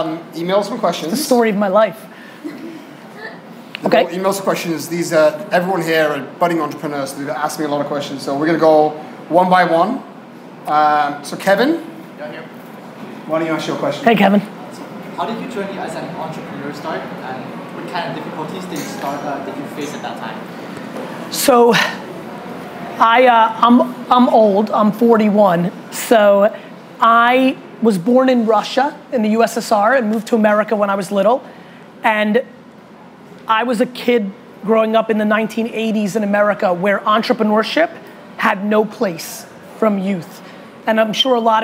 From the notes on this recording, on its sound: A FIRE Q&A With Young Entrepreneurs in Hong Kong. Large Q&A with some students & young entrepreneurs in Hong Kong.